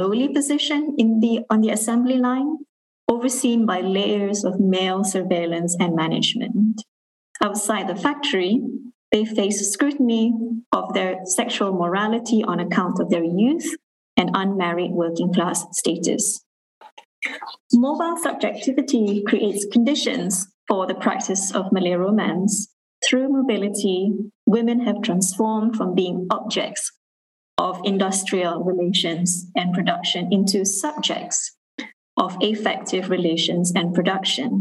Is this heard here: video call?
yes